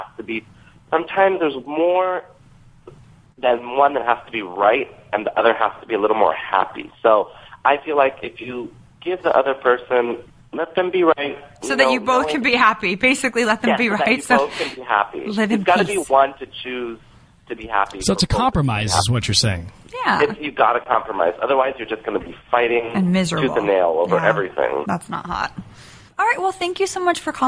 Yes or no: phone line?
yes